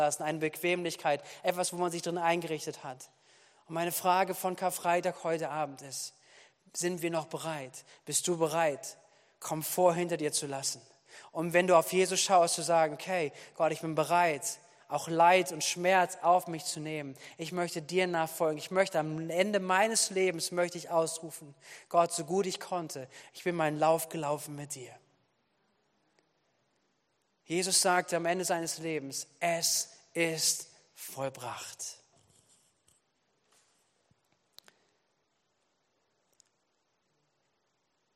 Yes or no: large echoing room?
yes